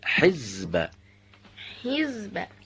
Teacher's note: هنگام تولید زا، تارهای صوتی رو به ارتعاش درآورید. 4. فاصله بین سقف و سطح دهان رو کم کنید تا حرف زا نازک تلفظ بشه.